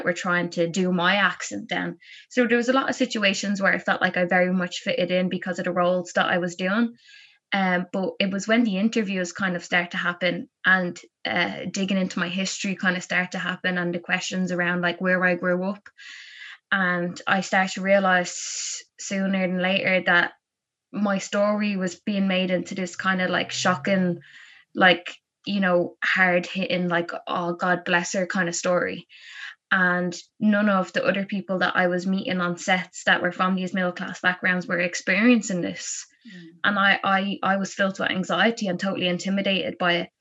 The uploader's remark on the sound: This interview was recorded through Zoom so audio quality will vary.